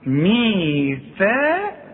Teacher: هي الثاء مرققة لكن القاف مفخمة